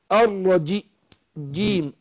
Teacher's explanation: الجيم لا، بيحصل حبس للنفس والصوت